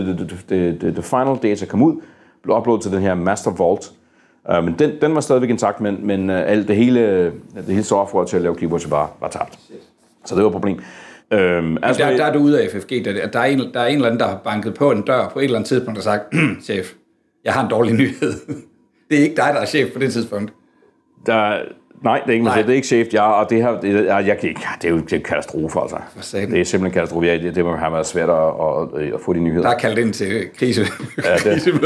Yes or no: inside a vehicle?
no